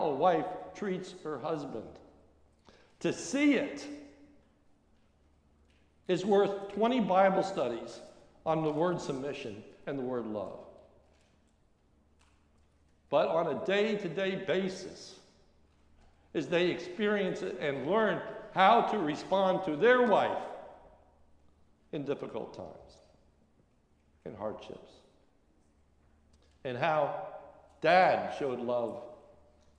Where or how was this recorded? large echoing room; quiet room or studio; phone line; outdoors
large echoing room